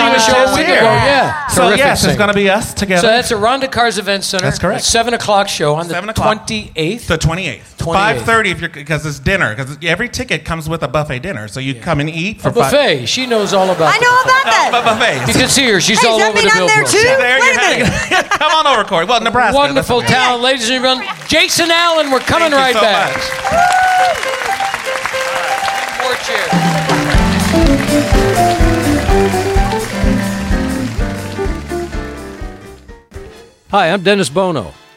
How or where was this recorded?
busy venue